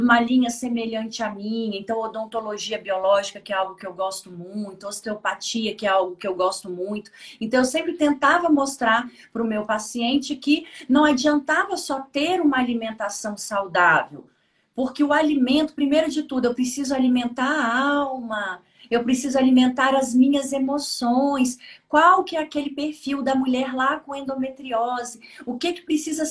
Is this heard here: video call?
yes